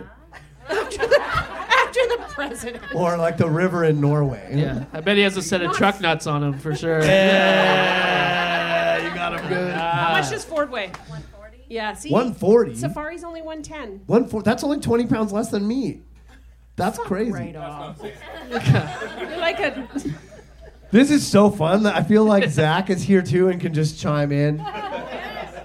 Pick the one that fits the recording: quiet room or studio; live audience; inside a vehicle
live audience